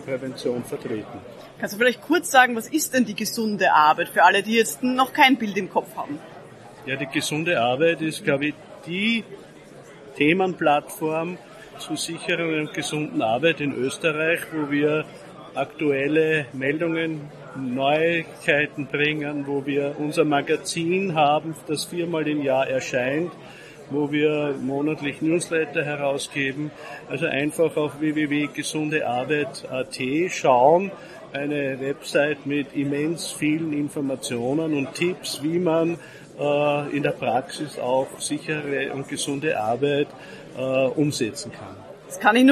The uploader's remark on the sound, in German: LIVE vom Forum Prävention 2023.